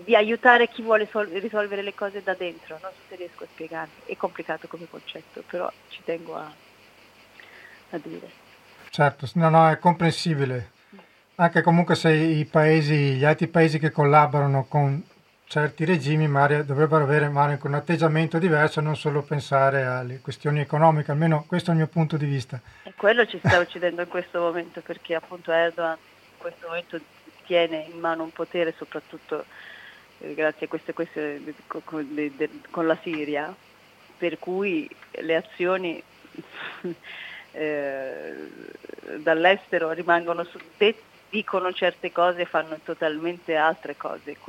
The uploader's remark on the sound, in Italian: Abbiamo ascoltato in diretta telefonica. Siamo tornati poi ad Antiche Mura Teatro Festival.